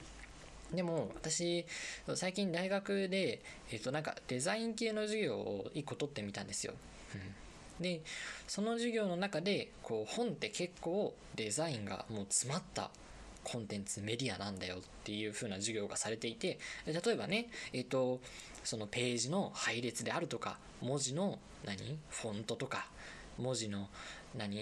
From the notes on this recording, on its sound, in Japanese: 音声が小さめになっております。